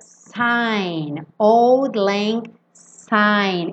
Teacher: esse S com som de S, não é com som de Z